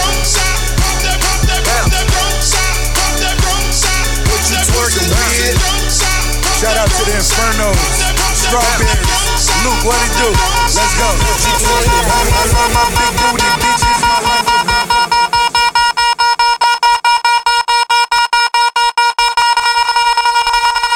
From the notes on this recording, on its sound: Live mix from "Low End Theory" on 20th Sep, 2017 (Los Angeles, California).